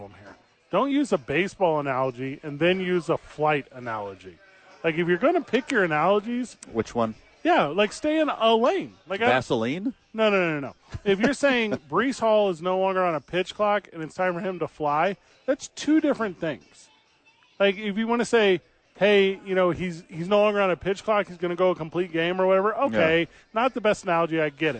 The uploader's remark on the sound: live from ABQ AXE